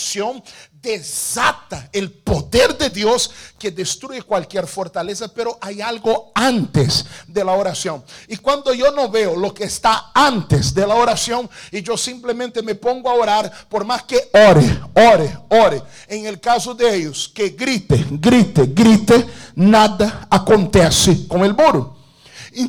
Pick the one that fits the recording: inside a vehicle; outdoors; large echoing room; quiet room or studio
large echoing room